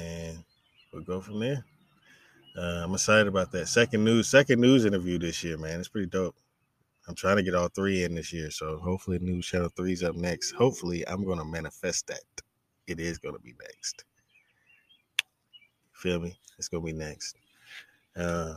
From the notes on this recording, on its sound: brings me outside again on Instagram Live